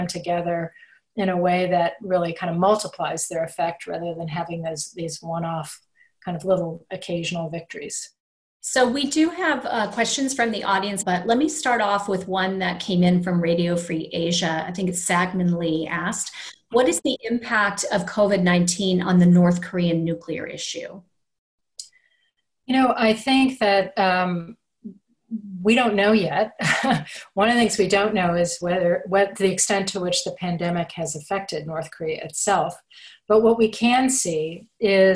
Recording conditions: video call